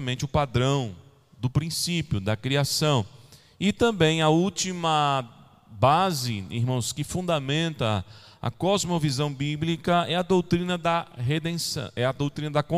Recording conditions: large echoing room